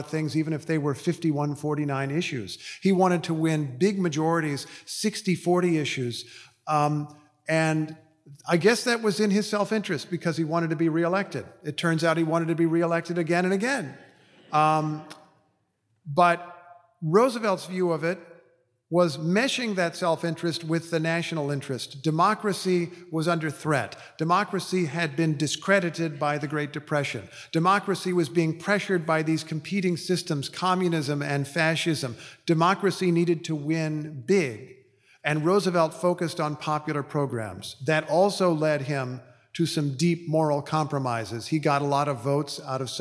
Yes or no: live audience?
yes